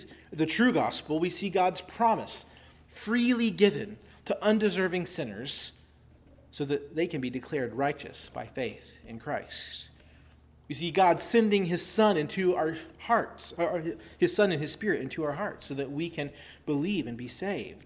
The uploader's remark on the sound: Preached at Christ Our Savior Baptist Church.